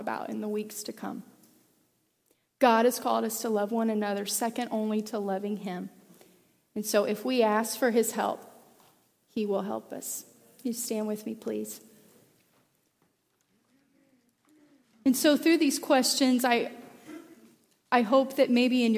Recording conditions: large echoing room